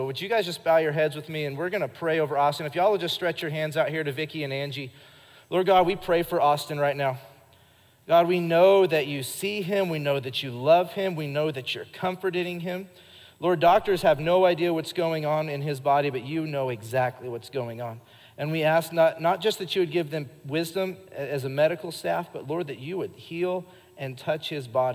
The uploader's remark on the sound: Recorded live during our Wednesday night service.